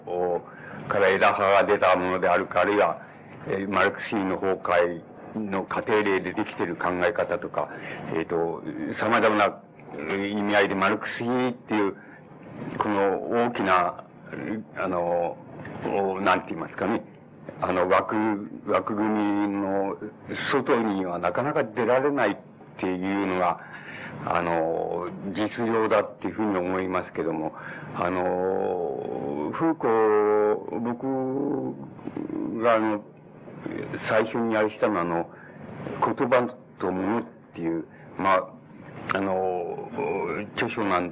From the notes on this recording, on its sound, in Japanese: 主催：リブロ 池袋本店 場所：西武百貨店 池袋本店。音源は主催者提供だが、 全体的に少し音が割れている。冒頭に若干欠けている部分がある。